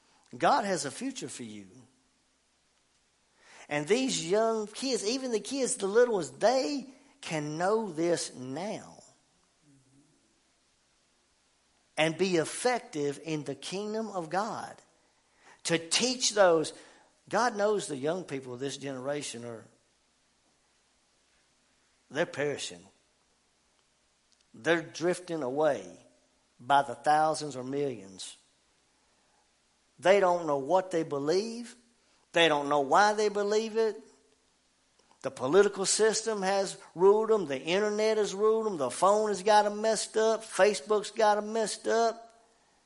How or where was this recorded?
large echoing room